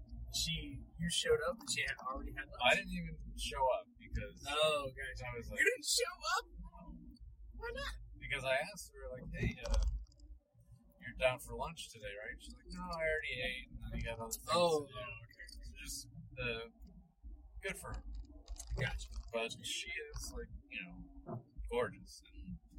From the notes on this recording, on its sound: Bad audio. Driving background noise and a noisy bar without mics.